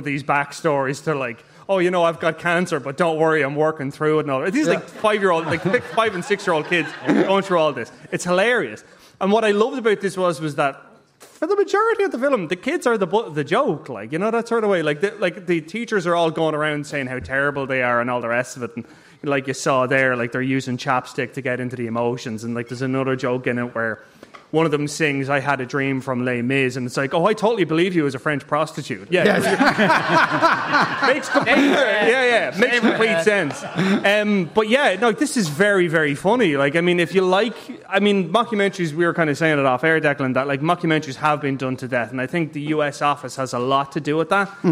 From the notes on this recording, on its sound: LIVE from The Sugar Club in Dublin